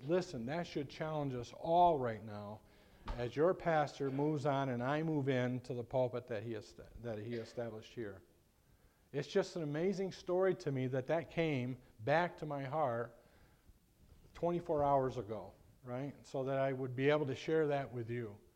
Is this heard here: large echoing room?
yes